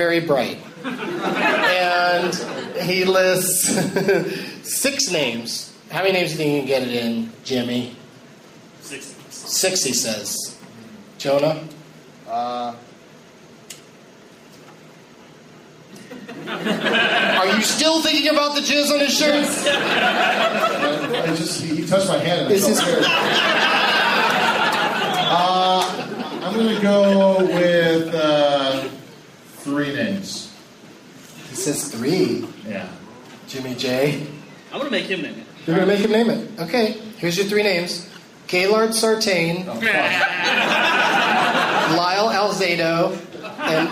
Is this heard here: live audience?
yes